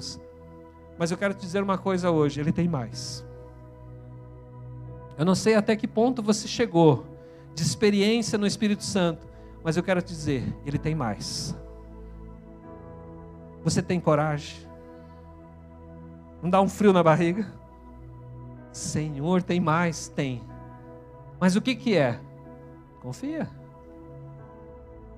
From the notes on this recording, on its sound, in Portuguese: na Igreja ABA Curitiba (Transmitido ao vivo)